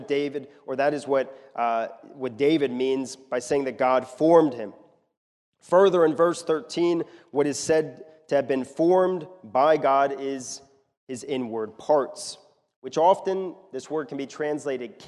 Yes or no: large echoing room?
yes